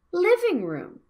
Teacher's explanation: Living room we need to stress the word living